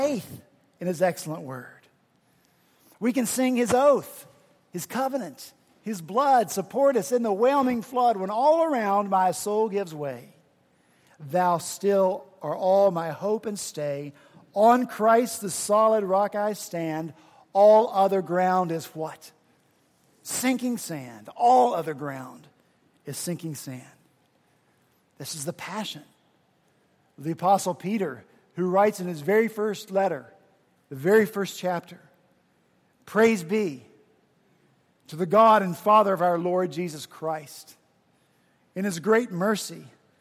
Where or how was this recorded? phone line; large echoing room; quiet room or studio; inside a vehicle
large echoing room